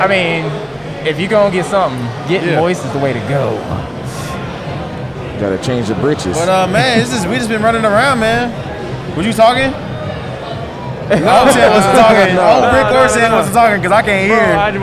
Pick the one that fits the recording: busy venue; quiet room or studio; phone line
busy venue